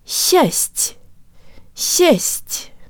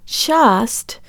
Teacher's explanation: Because the tongue is high for both sets of consonants, it doesn't have time to move to a very low or open position for the A vowel · Shown in: first take · so the whole syllable sounds like this.